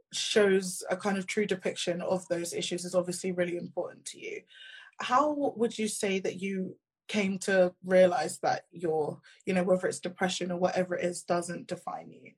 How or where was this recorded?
video call